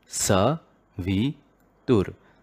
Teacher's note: Sa goes up, which is one kind of a swara. V goes down, which is another kind of swara. And tur remains in the middle, which is also a form of a swara.